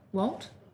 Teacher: One way for her to ask for an employee's opinion is simply to say his name with a rising intonation or tone.